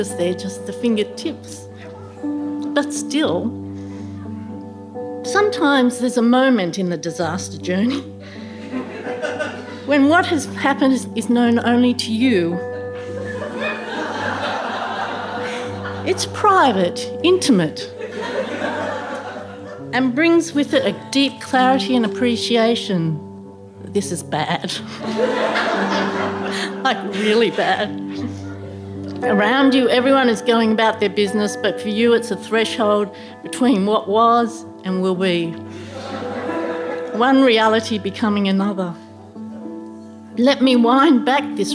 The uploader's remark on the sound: A live storytelling event we put on with Word Travels for their 2023 Story Week